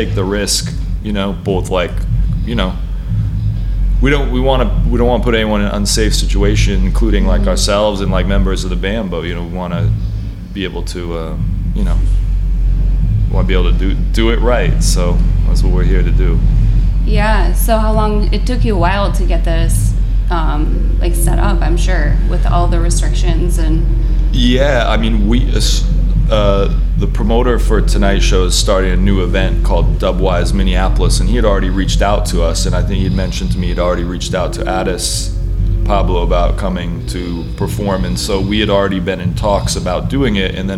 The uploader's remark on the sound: Back stage at their … Memorial Show at the Granada in Minneapolis.